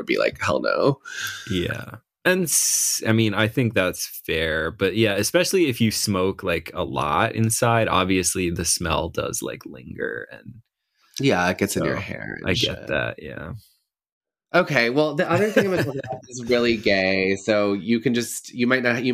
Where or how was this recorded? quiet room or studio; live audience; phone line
quiet room or studio